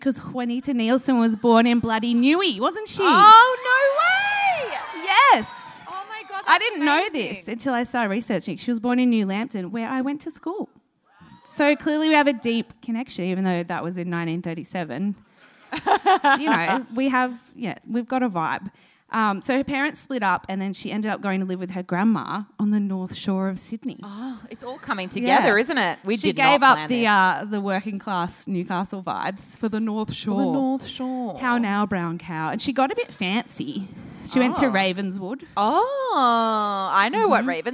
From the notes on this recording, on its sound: AAMH's Sydney live show - recorded on Dec 5 at Marrickville's Factory Theatre